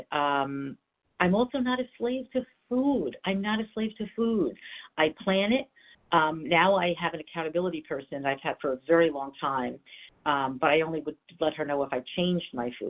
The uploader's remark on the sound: 100 Pounders Phone Meeting.